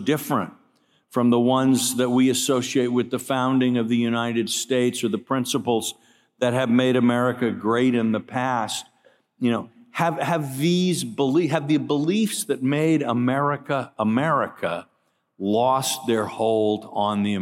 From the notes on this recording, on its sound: keynote address at IWP's Gala on September 28, 2022